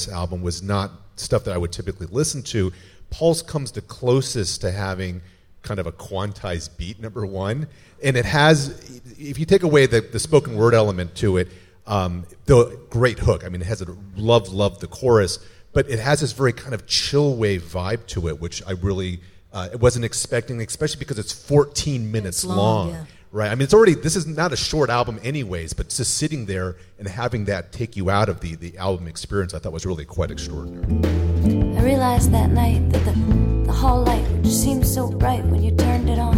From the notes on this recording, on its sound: Recorded LIVE. Live in front of an audience as part of the Voyager Institute series.